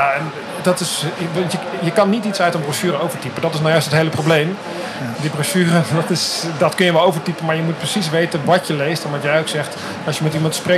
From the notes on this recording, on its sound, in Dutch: Een serie speciale afleveringen opgenomen op de EV-experience op het circuit van Zandvoort